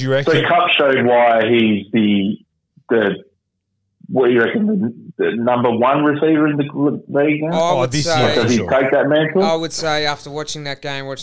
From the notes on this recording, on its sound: phones in from quarantine